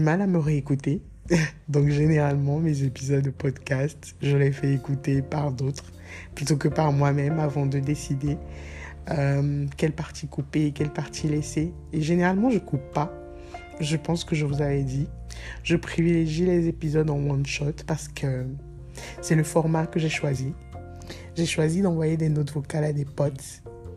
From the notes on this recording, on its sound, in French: Retour au mode note vocale que j’aime vraiment.